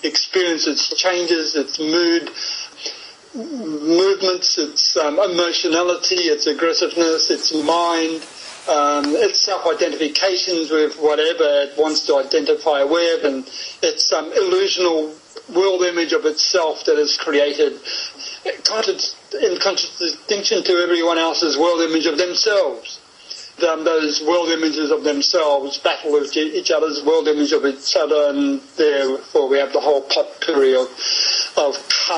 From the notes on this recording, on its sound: via a skype call (so please excuse the quality of the audio)